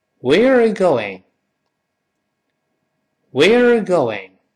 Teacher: Where are you 一带而过，关键后面 going 要重读